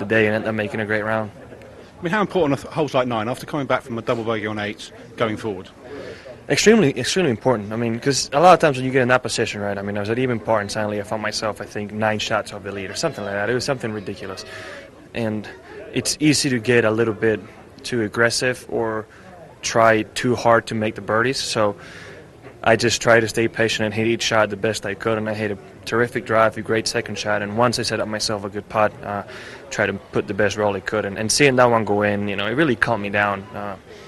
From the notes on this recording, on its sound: Live from RSM Classic. As we broadcast live from Sea Island and the RSM Classic.